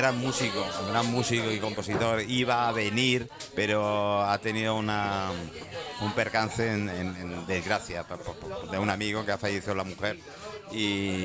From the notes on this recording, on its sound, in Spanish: TERTULIAS MIRAIXO TERCERA PARTE desde Restaurante Bon Pas.